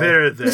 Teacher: But in Portuguese, they're saying here the E at the end is almost silent.